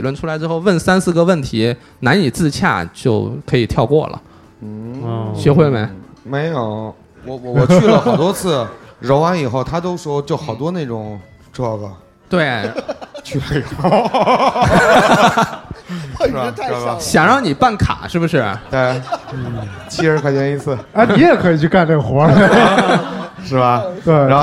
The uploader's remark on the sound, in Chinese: 这是我们去年落地活动的现场实况录音